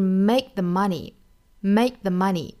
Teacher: Make 和后面的 the,我们看到 k 这个发音呢是一个失去爆破，不要读成 make the money,而是 make the money.